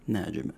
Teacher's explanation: In the third verse, we have قَلْقَلَ on the letter جِيم of the word النَّجْمُ.